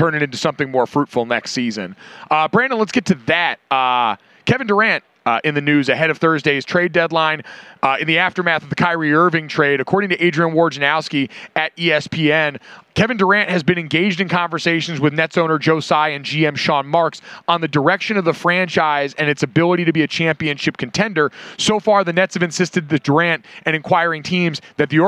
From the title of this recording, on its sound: LIVE from Radio Row